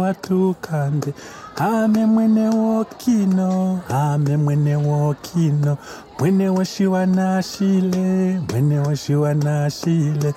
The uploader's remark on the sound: Recorded at Spielart Festival, 2019, Munich (DE)